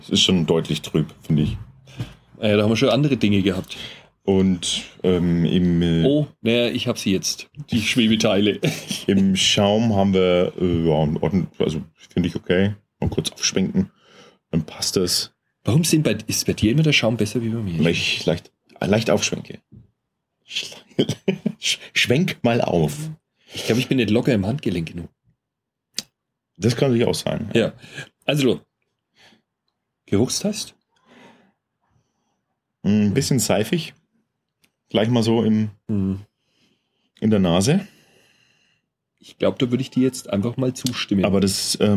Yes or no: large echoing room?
no